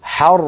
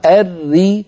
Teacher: حر راء مشددة مفتوحة، الري راء مشددة مكسورة، الأولى بحاجة إلى تفخيم والثانية بحاجة إلى ترقيق